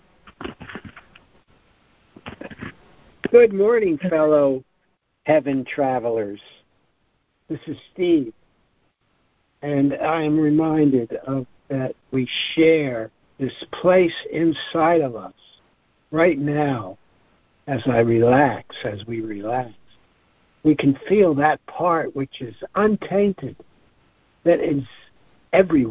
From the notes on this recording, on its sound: ACIM Daily Conference Call.